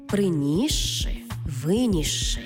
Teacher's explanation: с і ши читаємо як подовжений звук ши